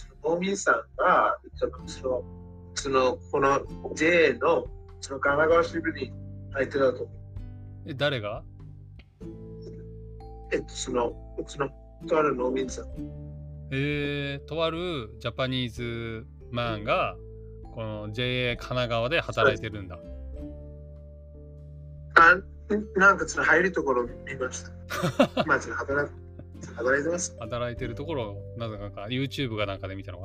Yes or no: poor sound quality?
yes